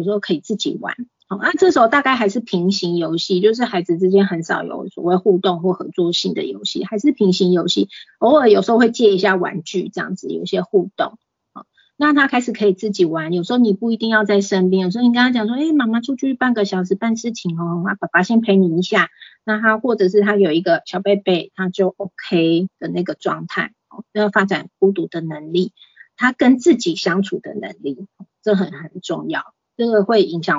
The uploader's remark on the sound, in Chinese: 此為線上課程錄音檔！